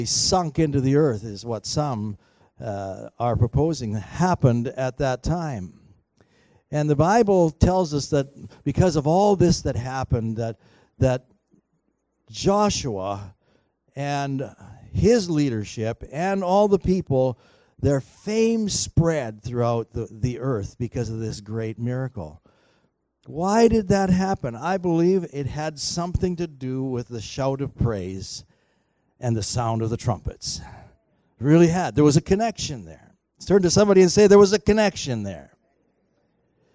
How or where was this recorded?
large echoing room